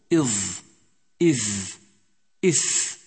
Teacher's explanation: لاحظ كيف يبرز رأس اللسان من بين الثنايا عند نطق هذه الحروف إذ إذ إث، وهي ما يسمى الحروف اللثوية.